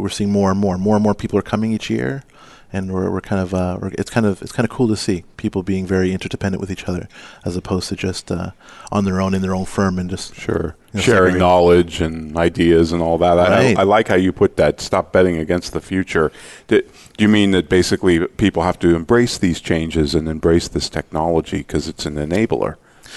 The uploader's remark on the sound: Live Broadcast at the The IPBC IGNITE Conference.